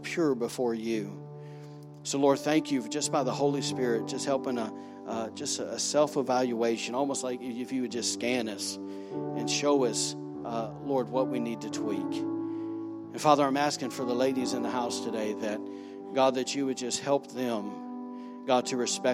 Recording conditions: large echoing room